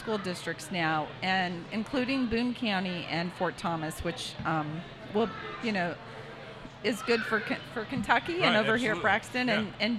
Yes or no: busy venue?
yes